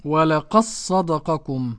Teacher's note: ننطق بصاد واحدة مشددة · Term: إدغام الدال في الصاد